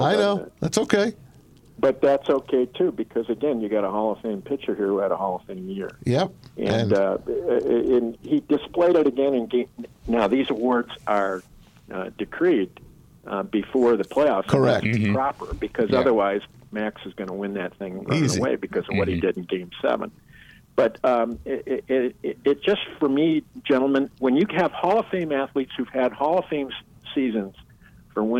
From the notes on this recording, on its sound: Former Detroit News sports reporter over the phone.